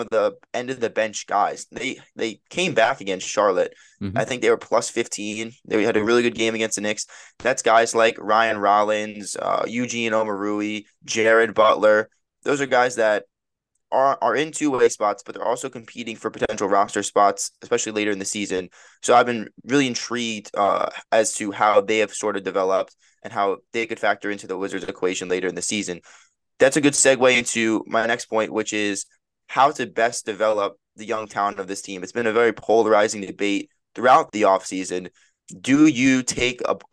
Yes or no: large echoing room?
no